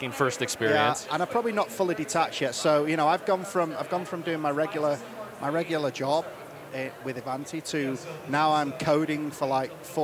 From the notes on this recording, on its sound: We're here at our second Silicon Slopes event.